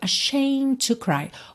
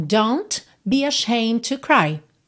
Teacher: Olha que interessante, a palavra ashamed, o E não é pronunciado, então você teria só esse Dzinho, né, ashamed, só um Dzinho leve depois do M, mas o M, eu já fechei ali, né, os lábios, ashamed to, ou seja, quando eu iria fazer o D, eu já parto pro T de to, porque T e D são feitos no mesmo lugar, certo?